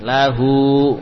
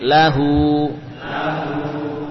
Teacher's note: Nah, begitu pula lahu, lam dan ha saja hurufnya, namun ada wawu kecil yang disimpulkan setelahnya, berarti menandakan dhammahnya dipanjangkan lahu, sehingga bacaan lahu seperti ya, lam kemudian ha dhammah kemudian ada wawu yang disambung setelahnya, bisa dipaham ya.